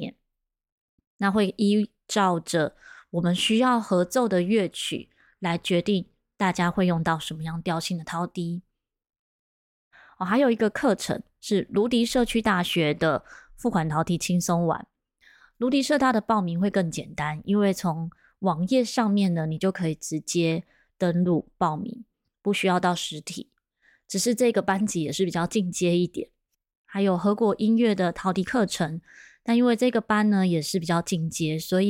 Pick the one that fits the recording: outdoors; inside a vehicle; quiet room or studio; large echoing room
quiet room or studio